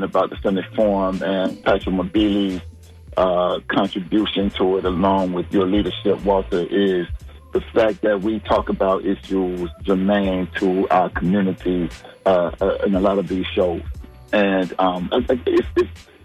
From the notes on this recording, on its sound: unique magazine format call-in show